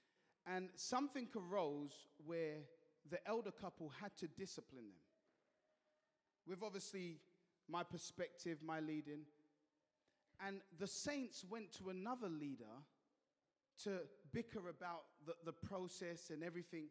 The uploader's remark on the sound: at Joshua Generation Church Milnerton congregation